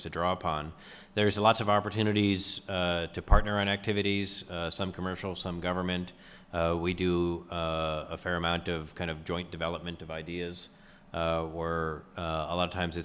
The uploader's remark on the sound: a recording of the Space Entrepreneurship Panel that took place at the Keck Institute for Space Studies on October 27, 2015